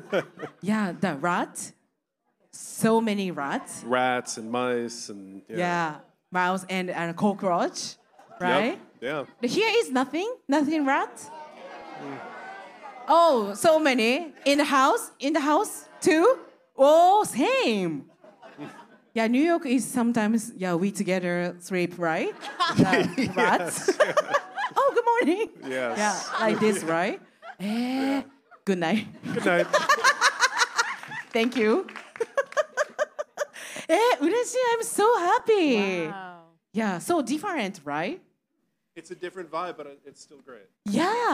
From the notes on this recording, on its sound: The Podcast LIVE! Snippets from New Orleans and LA!